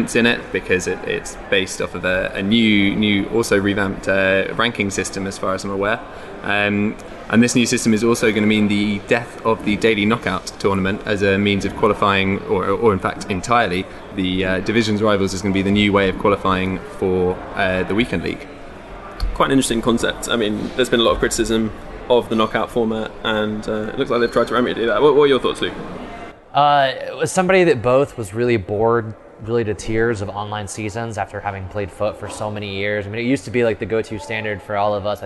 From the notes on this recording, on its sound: Live from the eWorld Cup finals